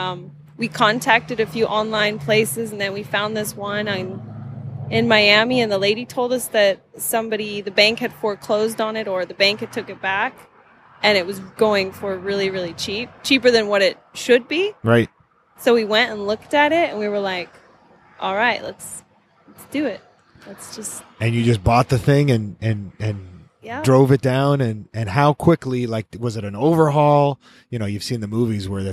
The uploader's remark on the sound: right outside the food truck